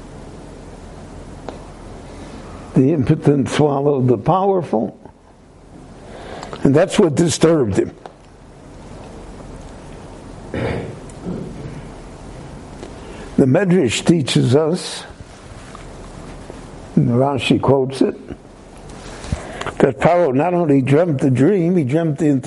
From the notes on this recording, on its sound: The following short lecture was given LIVE at Beit Knesset HaNassi In Jerusalem between the Mincha and Maaric prayer services.